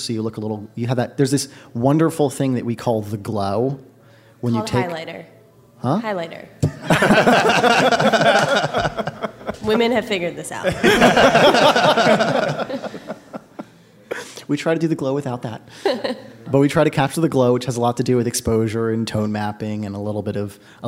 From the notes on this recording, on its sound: Live at The Glass Room in San Francisco